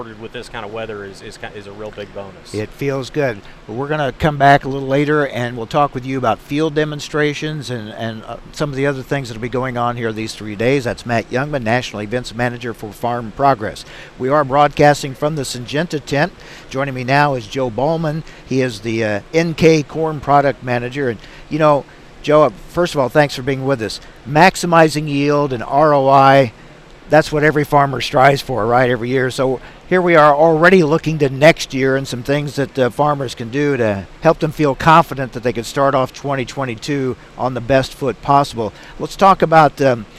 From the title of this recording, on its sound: Live from Farm Progress Show